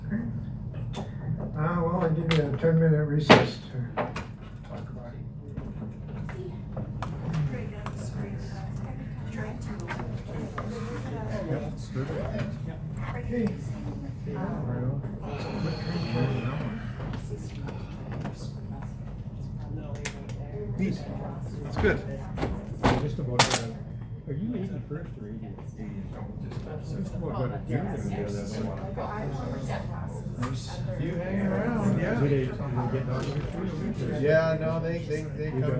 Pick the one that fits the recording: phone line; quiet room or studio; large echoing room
large echoing room